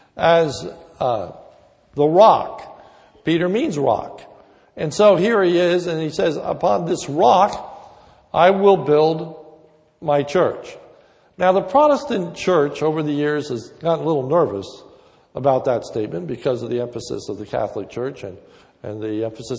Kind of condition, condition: setting, large echoing room